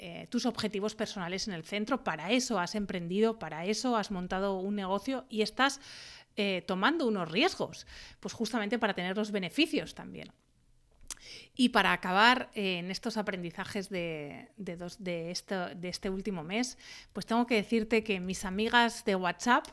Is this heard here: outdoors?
no